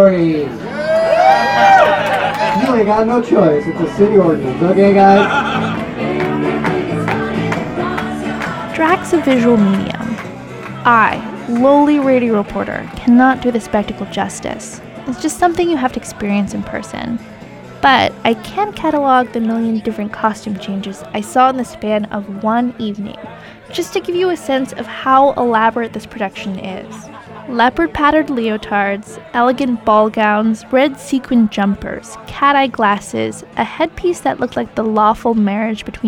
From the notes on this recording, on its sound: Queens of the Tenderloin at Aunt Charlie's Lounge. We go to Aunt Charlie's Lounge, a Tenderloin institution that's one of the oldest gay bars in San Francisco.